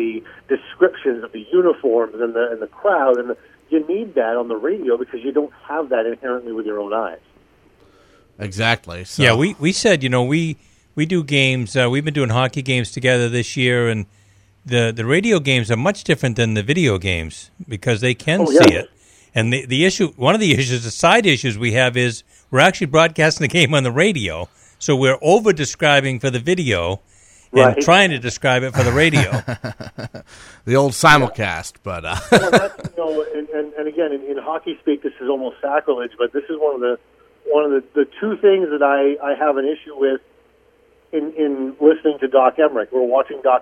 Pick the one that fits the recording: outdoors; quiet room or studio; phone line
phone line